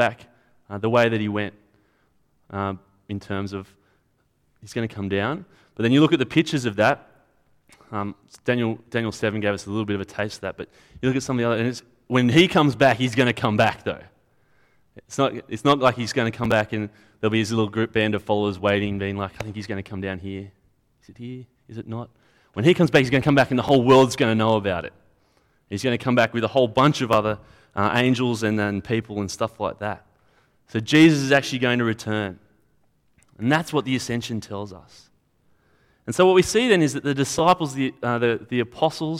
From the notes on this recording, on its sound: At a Church in the Graveyard service